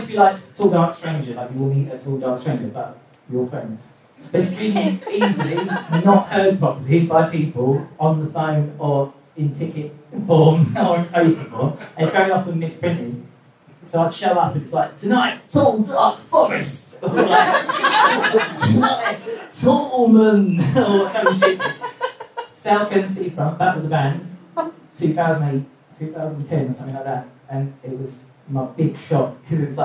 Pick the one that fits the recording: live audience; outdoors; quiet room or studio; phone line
live audience